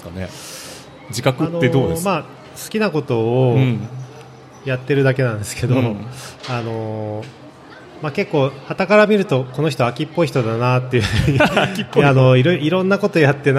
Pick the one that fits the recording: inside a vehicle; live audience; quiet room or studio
live audience